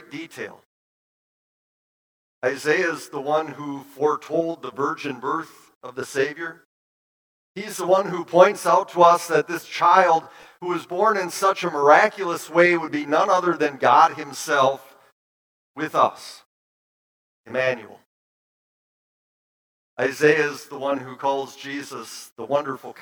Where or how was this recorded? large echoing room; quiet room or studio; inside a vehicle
large echoing room